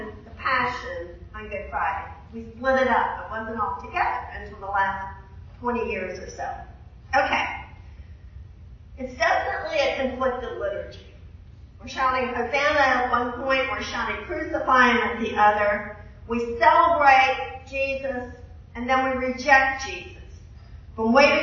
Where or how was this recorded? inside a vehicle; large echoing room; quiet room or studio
large echoing room